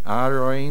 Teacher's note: Many people make a mistake and they say Aroin, they leave out the Hey. Make sure you say the complete name Aharoin.